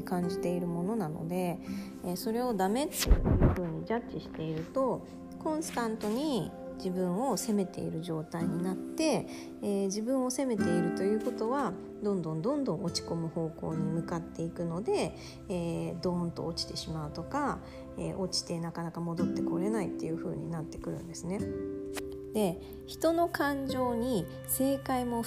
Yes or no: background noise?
yes